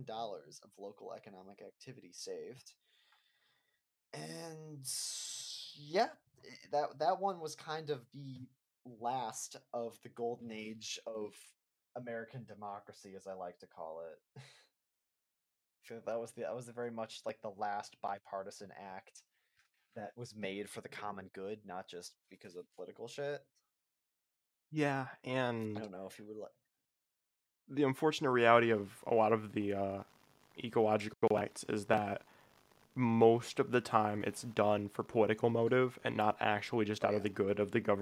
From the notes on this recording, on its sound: bad mics